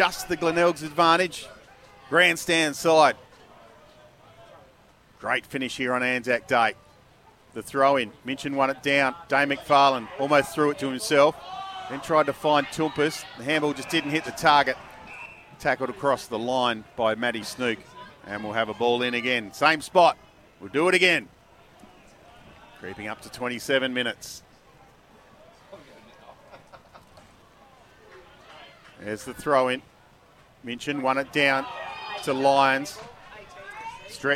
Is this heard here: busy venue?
yes